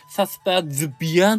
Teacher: すっていう無声音の後ろに、あの、ブっていう有声音があるから、この、無声音が有声音に引っ張られるのよね